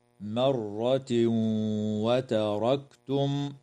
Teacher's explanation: ويدغم التنوين في الواو مع الغنة في قوله تعالى مرة وتركتم